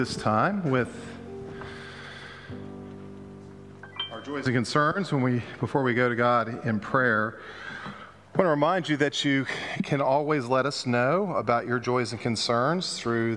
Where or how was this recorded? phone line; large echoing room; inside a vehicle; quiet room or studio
large echoing room